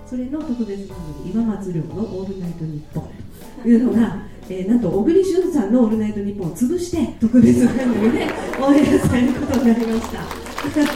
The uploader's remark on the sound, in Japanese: 今回は、7/9に行われた試写会の舞台をかりて、公開生収録を行ってきました。